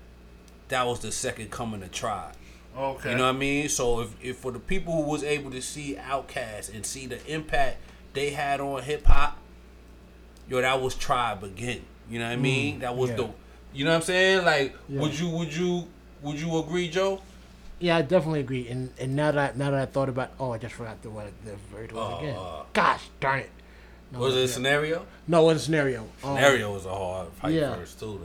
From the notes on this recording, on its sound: We are on location at the HOY!